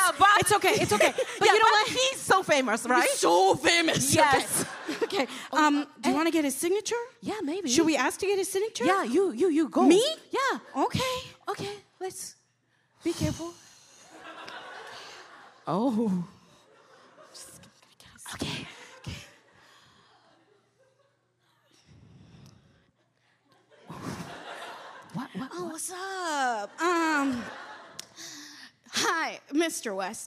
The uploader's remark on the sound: The Podcast LIVE! Snippets from Chicago!